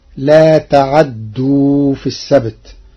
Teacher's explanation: قرأ ورش كلمة لا تعدوا بتحريك العين مفتوحة وتشديد الدال